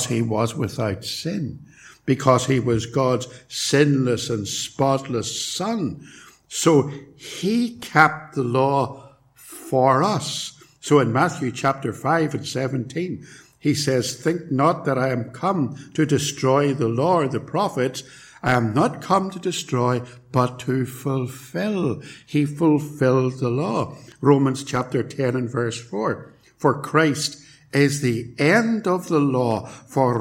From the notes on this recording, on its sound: It was recorded at Templepatrick